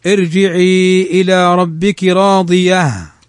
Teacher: إذا وقفنا على راضية نقف عليها بالهاء، فنقول: ارجعي إلى ربك راضية.